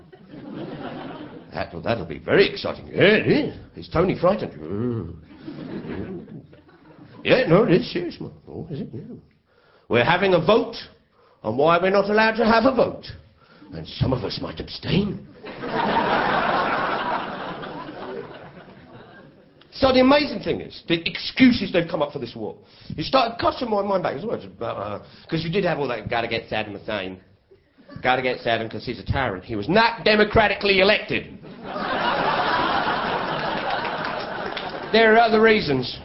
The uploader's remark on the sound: The Night War Broke Out was recorded live in Edinburgh on the evening the US and UK military started the invasion of Iraq.